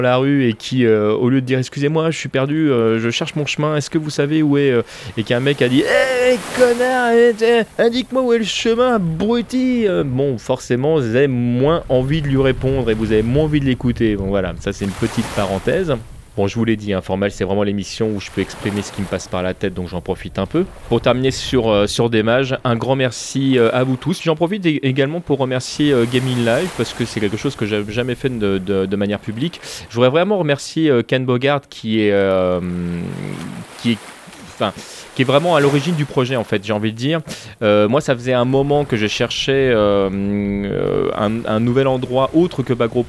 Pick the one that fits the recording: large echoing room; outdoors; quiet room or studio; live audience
outdoors